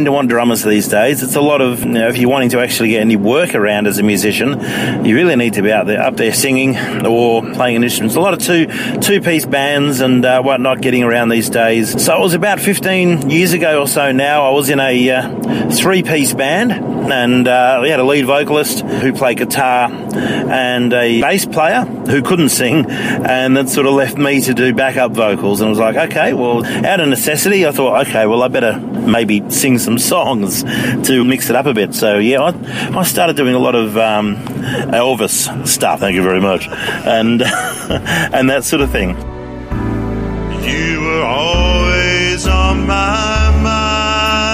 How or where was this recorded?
inside a vehicle